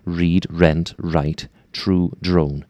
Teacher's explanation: A little bit more lip rounding on your R's. A little bit more friction.